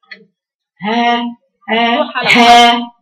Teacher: هاتيه من مكان اقصى الحلق وبينيه بيني صوته · Term: حرف الهاء